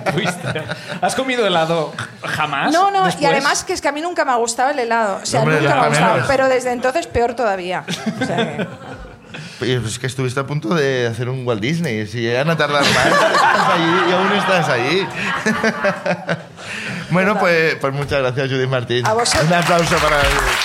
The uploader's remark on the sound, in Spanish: El público también trae miserias del pasado.